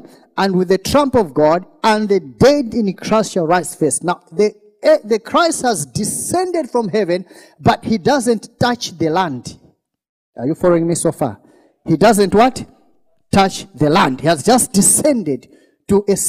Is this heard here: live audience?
yes